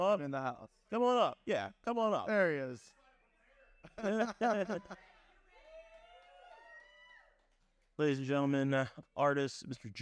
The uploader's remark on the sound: Recorded live from “Bar City” on Rock Boat XXIII.